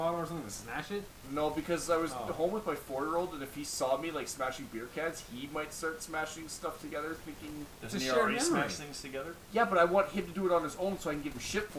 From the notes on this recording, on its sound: Warning* There are some technical issues in this episode.